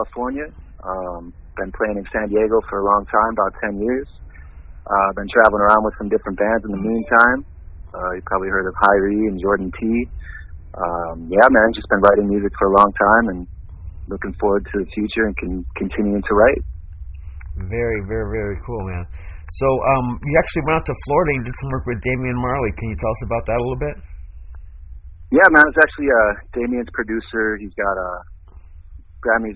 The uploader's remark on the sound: I had a chance to get him on the phone while he is in Hawaii.